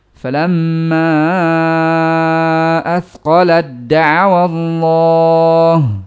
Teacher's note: Ta sukun bertemu dengan dal berharokat, maka diidghamkan pula dengan sempurna. Satu kali pengucapan yaitu masuk ke dal. · Term: at-ta'u fid dal